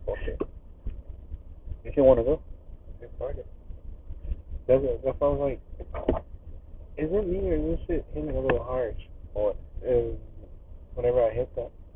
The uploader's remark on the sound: The audio is fucked up